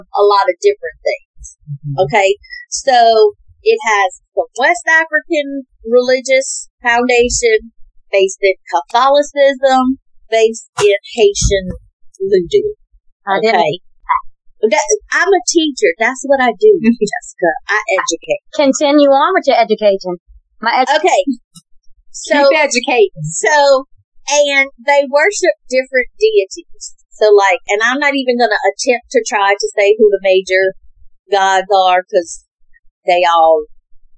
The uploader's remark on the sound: Excuse the audio, first timers here